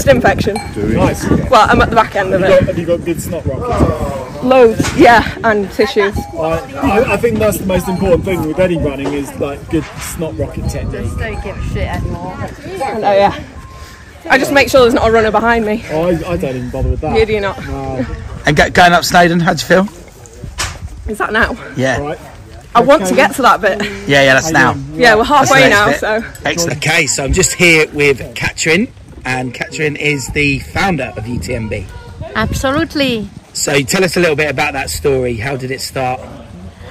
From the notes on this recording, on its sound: On Location At Ultra Trail Snowdonia (UTS) By UTMB. Is on location at the UTS By UTMB World Series Race.